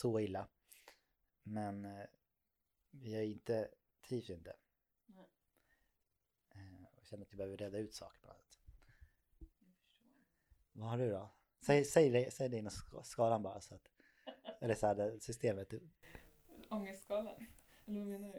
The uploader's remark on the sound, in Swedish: så ljudet är inte heller på topp